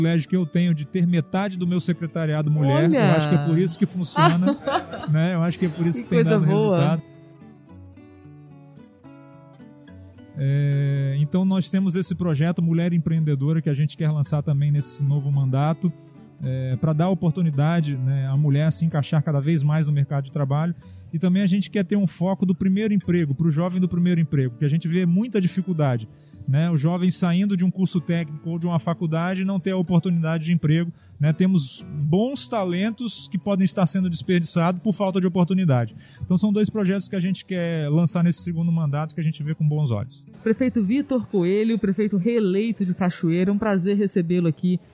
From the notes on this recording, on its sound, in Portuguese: Episódio gravado no evento "Seminário de Novos Gestores", realizado em dezembro de 2020.